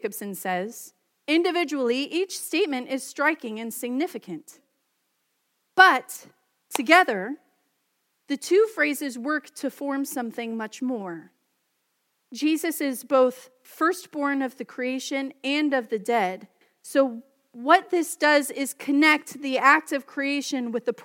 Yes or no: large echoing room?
yes